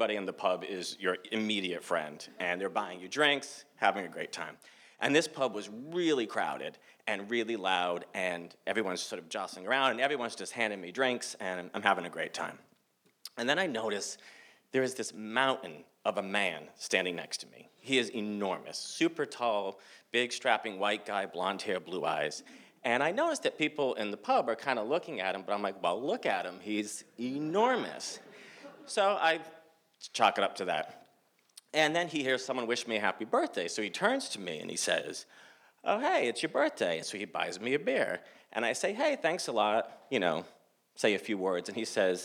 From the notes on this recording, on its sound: These stories were recorded in front of a live audience on April 6th, 2019 at Provincetown Theater in Cape Cod, Massachusetts.